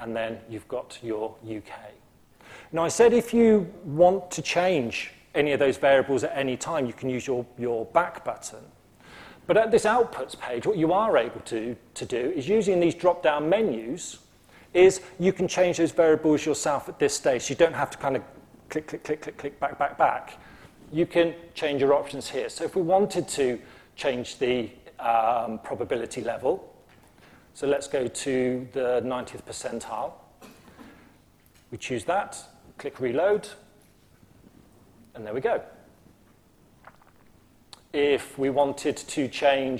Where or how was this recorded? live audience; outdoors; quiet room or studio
live audience